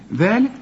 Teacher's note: طلع لسانك في الذال ومد الذال ألف كاملة